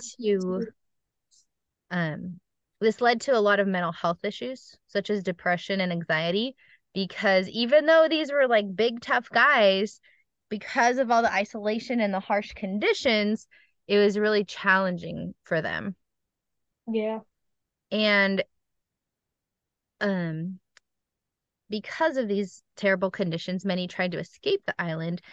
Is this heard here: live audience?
no